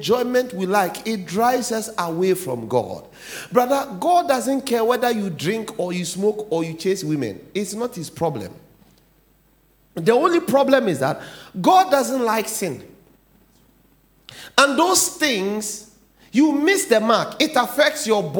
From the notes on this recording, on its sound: "The Presence Of God"sermon title preached at The Faithlife Church, Ghana-Tema Community 3 Site A.